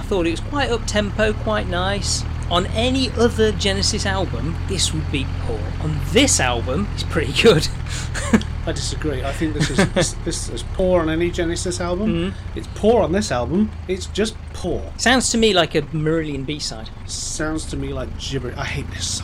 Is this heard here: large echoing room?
no